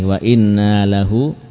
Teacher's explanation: Panjang nunnya. Harus panjang. Tidak boleh dipendekkan.